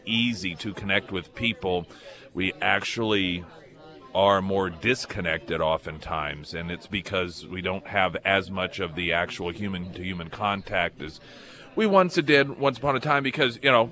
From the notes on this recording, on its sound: live at Scramblers Diner